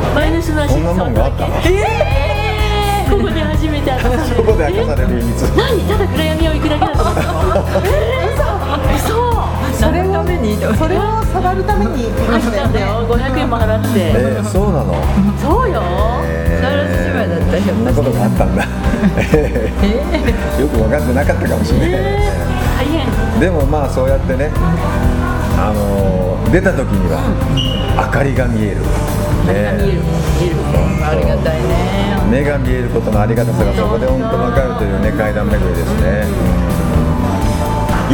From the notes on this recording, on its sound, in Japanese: モスバーガー店内で対談収録